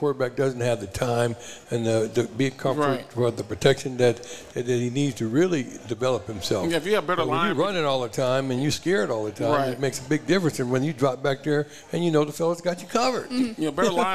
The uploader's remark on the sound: The Run Live at Hurrdat Sports Bar & Grill